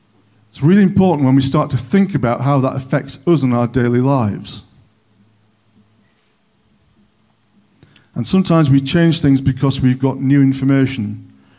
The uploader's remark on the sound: On 21st November 2021 at King's Church, Cockermouth. At King's Church, Cockermouth, as an audio file.